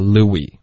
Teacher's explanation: 有一个 S 的音，这个 S 不发